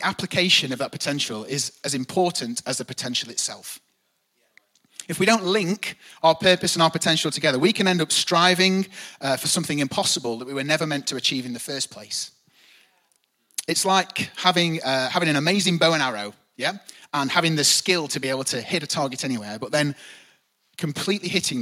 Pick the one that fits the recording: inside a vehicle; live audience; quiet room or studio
live audience